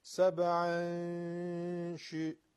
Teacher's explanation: اخفا تنوین سبعن در نزد شین شدادن